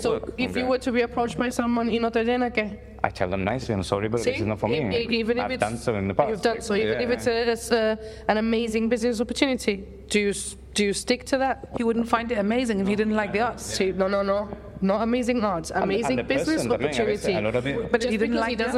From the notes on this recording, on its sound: record at the Ace Art Revolution exhibition in the Gustavo Bacarisa’s Gallery in Casemates